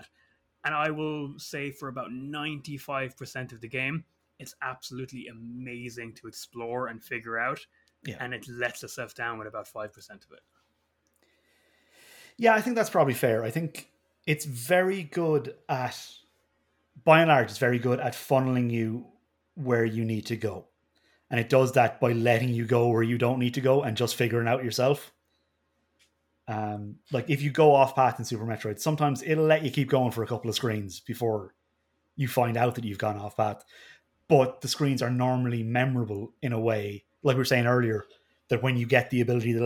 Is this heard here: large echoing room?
no